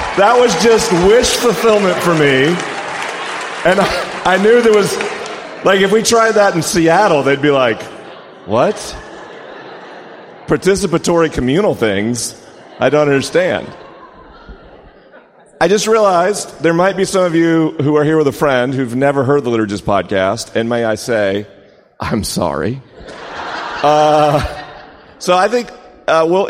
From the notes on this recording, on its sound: This podcast was recorded at The Liturgists Gathering in Austin, TX.